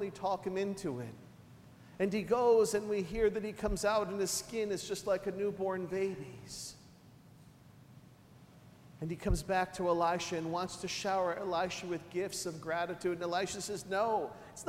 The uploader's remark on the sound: Recorded at St Sebastian Catholic Church on October 12, 2013